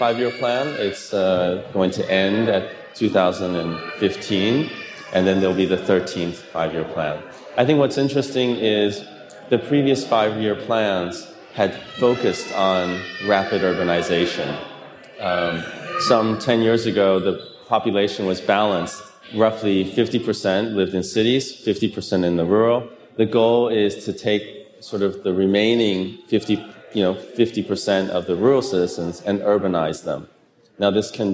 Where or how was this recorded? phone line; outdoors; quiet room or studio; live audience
live audience